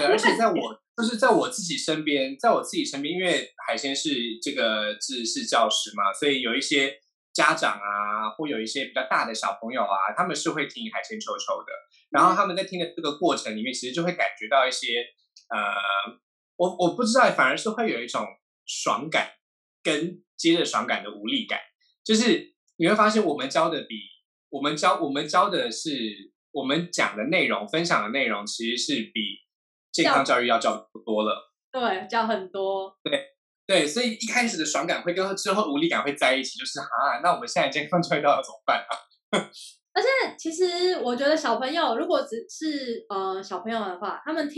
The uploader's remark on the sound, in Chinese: 本集採遠距錄音，因網路問題，時有斷訊、音訊不良或是雜音狀況產生